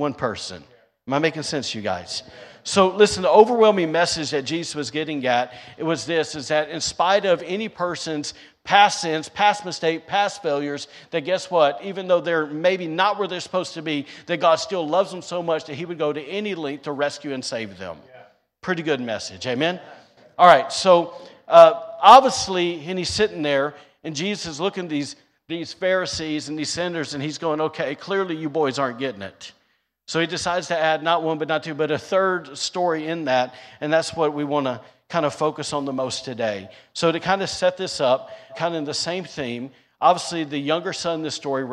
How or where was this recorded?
large echoing room